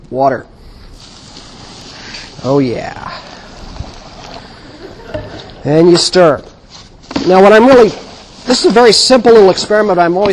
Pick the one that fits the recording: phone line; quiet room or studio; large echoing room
large echoing room